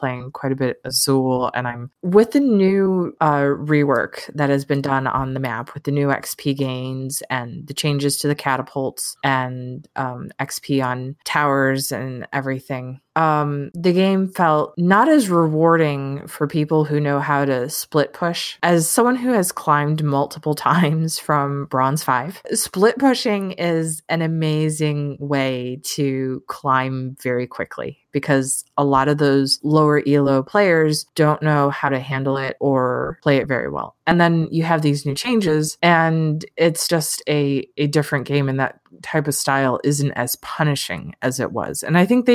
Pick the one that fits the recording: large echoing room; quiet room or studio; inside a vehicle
quiet room or studio